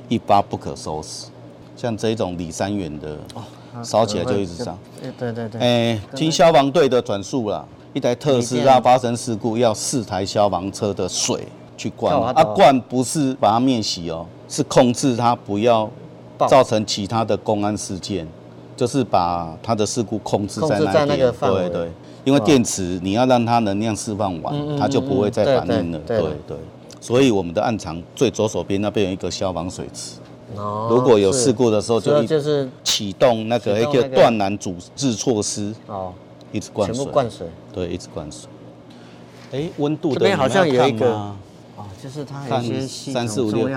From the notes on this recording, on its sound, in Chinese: 每一季「零碳未來」都會帶大家走出錄音間，前往知名的企業或是政府單位。地點：台南將軍、七股區，台南鹽田光電場。